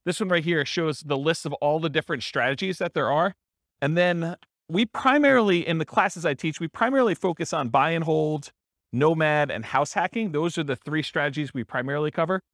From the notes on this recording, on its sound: This was a live class recorded